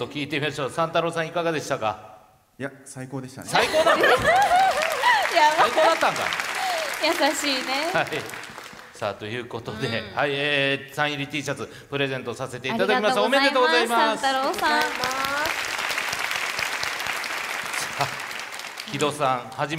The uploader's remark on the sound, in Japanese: イベント公開収録